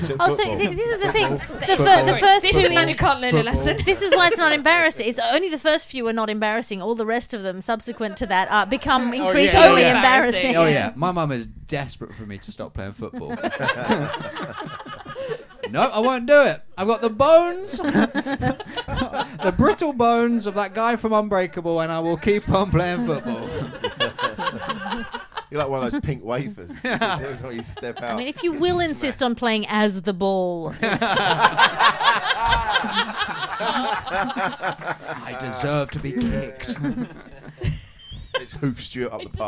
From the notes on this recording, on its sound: Live From EdFringe. The Comedy Arcade is coming at you LIVE from Edinburgh Fringe! The opening night of the Edinburgh Fringe run at Underbelly Bristo Square. We are live at Edinburgh Fringe with Underbelly for the whole month of August.